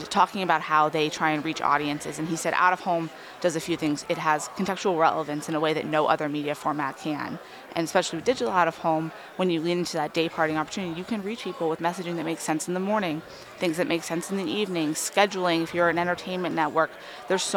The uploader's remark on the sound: Recorded live at Advertising Week New York 2023.